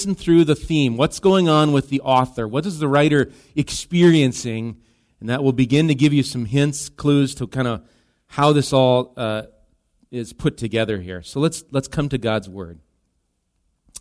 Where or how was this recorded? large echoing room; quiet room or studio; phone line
large echoing room